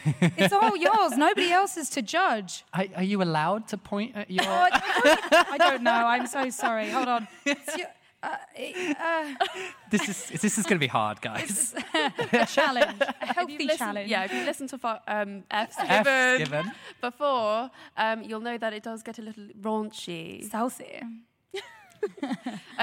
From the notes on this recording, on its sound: Live at VidCon London. Heads out of the studio and in front of an audience.